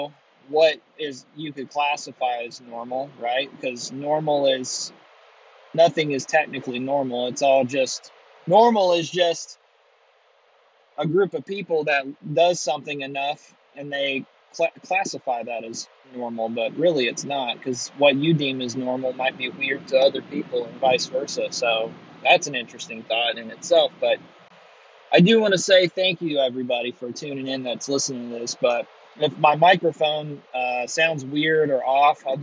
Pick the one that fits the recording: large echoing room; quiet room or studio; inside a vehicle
inside a vehicle